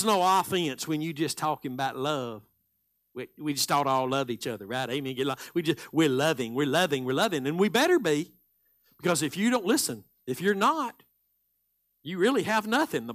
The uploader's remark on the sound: Live Sunday Morning Service.